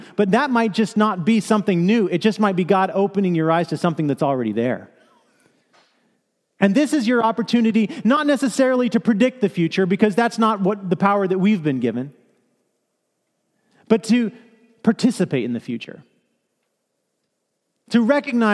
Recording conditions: large echoing room